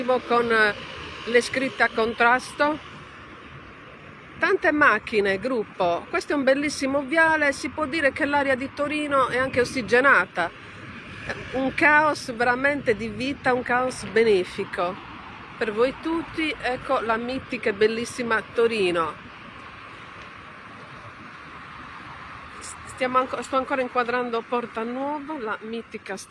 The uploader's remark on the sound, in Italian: Live tour descrittivo da Torino Porta Nuova. Podcast live dalla zona della stazione ferroviaria di Porta Nuova.